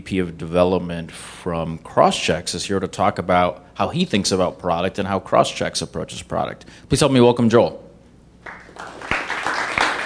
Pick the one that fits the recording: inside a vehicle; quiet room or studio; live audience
live audience